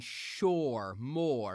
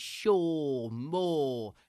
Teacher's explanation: No extra sound added, just drop the R and get that sound stretched out into the Cockney resonance. · Shown in: second take · Term: R drop